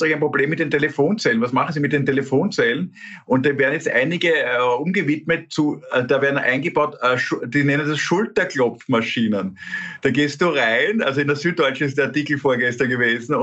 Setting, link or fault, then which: link, video call